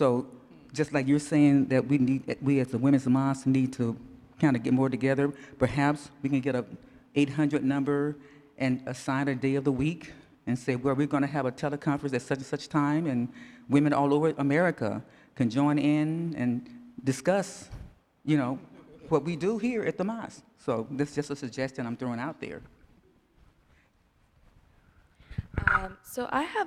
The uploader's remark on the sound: Q&A Discussion Circle w/the Imam. Answers questions from the congregation.